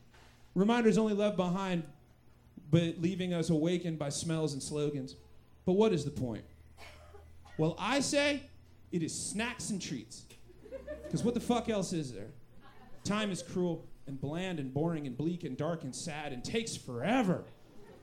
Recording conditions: live audience